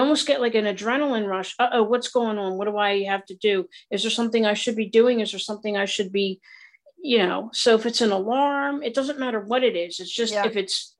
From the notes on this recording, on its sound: Originally Broadcasted June 26, 2023, on ACB Zoom